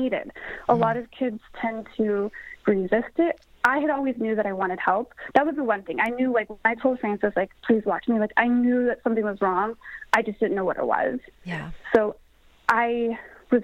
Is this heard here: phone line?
yes